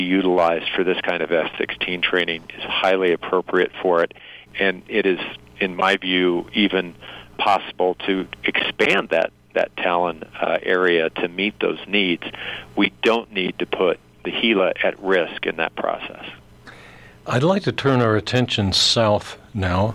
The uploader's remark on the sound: By audio link from Albuquerque, New Mexico. This short interview was conducted as a news service with one of New Mexico’s sitting senators, not as a campaign appearance.